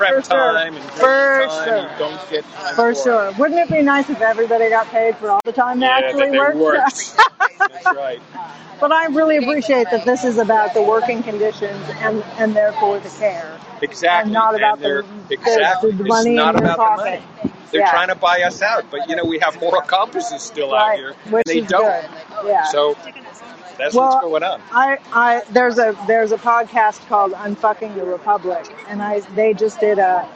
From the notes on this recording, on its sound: LIVE from NUHW strike in Oakland.